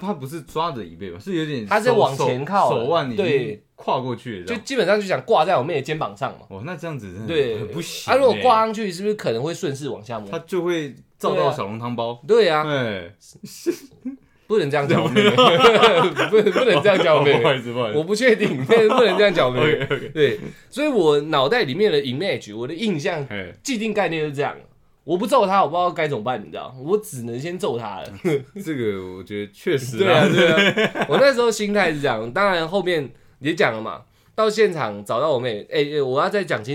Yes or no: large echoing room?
no